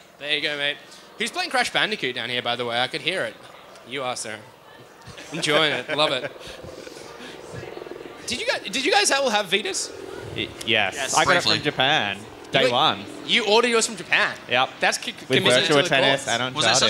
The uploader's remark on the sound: Live at Federation Square. Cast live from Federation Square.